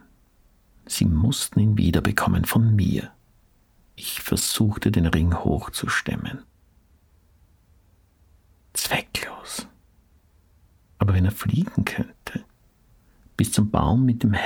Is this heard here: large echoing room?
no